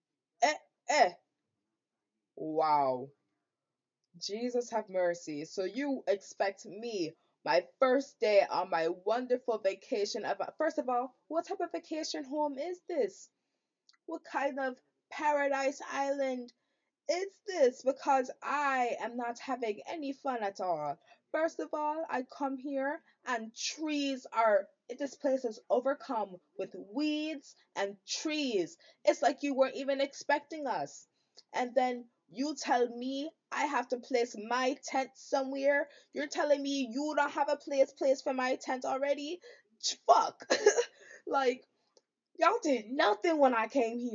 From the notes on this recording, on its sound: my audio is bad now, but wait till i get my tiny mic